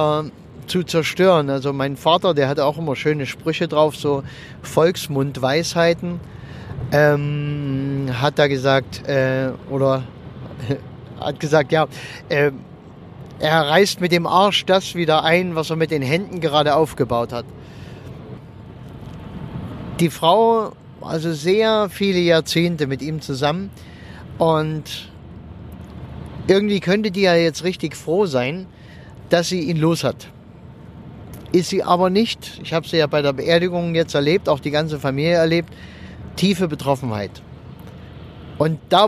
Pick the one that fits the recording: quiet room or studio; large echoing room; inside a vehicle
inside a vehicle